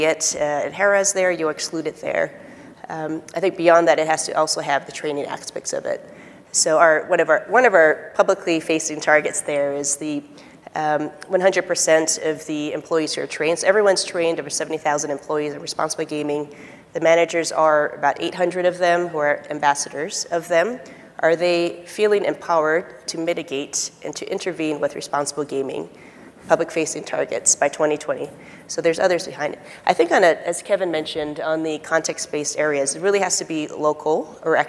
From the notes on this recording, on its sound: The best of live interviews from GreenBiz events.